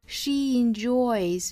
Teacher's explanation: He 和 or 连读 he 加一个小小的 ye 的发音这是由于前面 he 是长元音 e 结尾所以后面需要加一个 ye 来连贯两个元音